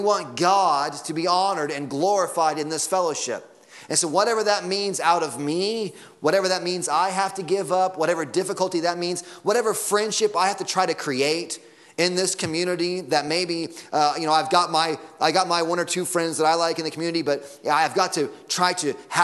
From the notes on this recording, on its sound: Sunday Morning Sermon Audio.